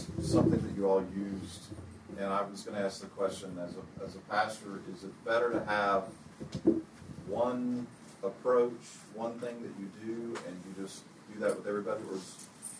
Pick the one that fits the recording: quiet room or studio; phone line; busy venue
busy venue